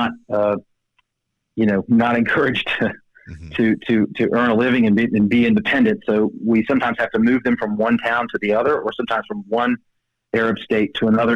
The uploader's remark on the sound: Joining me by phone